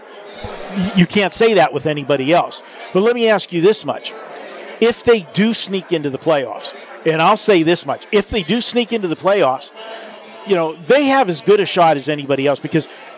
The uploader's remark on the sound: Live from the Super Book at the Westgate Las Vegas